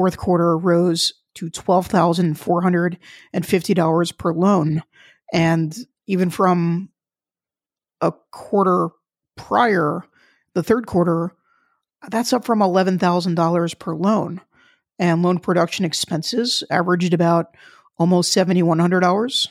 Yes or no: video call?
no